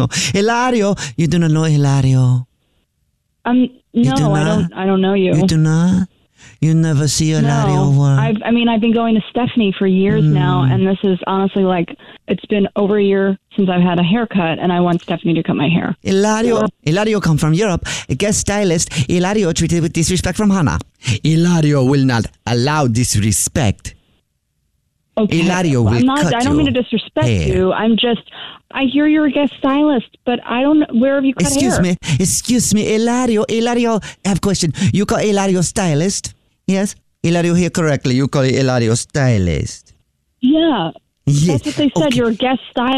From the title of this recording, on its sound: Phone Prank